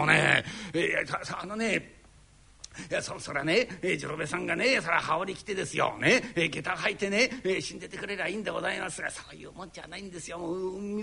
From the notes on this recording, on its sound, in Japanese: 築地本願寺・ブディストホールにて収録した